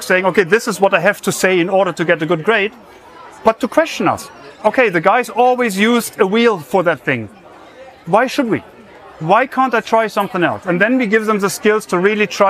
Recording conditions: busy venue